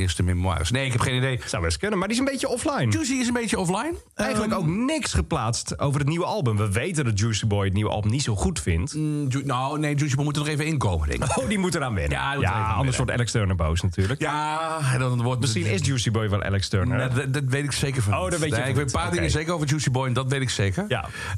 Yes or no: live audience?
no